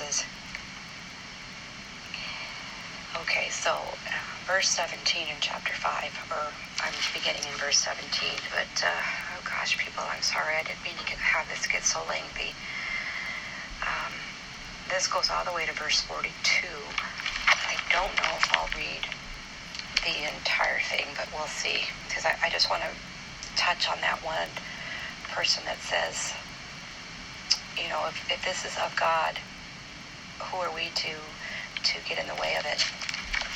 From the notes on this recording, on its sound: It’s not a very good recording